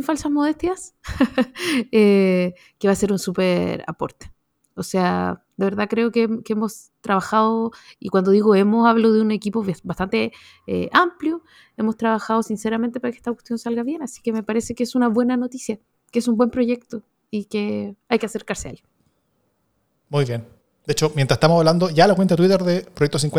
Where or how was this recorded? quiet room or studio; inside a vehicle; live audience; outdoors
quiet room or studio